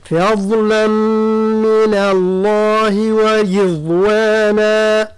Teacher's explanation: حذاري من تفخيم الفاء من فضلا، لماذا؟ لأنها حاذت حرفا مفخما وهو الضاد، فضلا من الله ورضوانا، كذلك من الله ترقيق النون وليس من الله، من اللام هي المفخمة، من الله ورضوانا، كذلك نحرص على ترقيق الراء لأنها مكسورة من لفظة ورضوانا، بطبيعة الحال الضاد مفخمة.